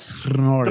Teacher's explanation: Yeah, it's like Snorri. The pronunciation is like it's got 19 R's in there, not two. · Term: roll the R's